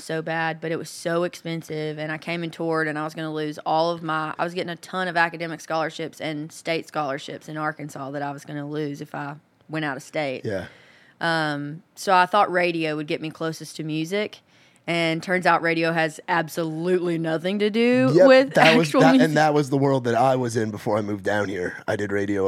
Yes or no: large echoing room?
no